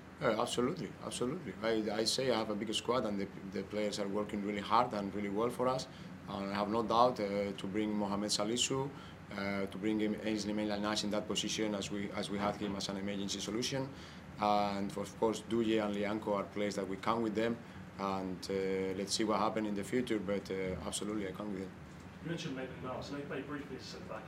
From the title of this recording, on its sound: post-match press conference